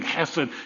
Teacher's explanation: It's the Hebrew word hesed, H-E-S-E-D, kind of guttural at the beginning